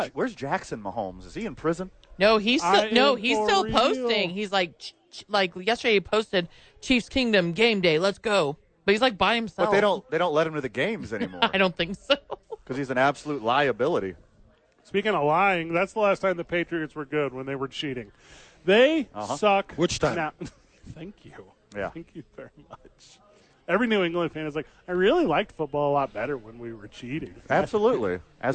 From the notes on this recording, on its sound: live at Howies!